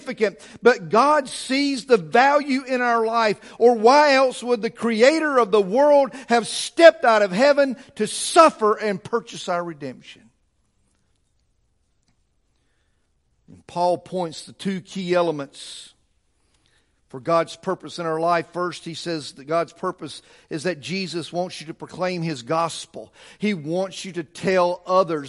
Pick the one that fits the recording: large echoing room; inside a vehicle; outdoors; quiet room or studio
large echoing room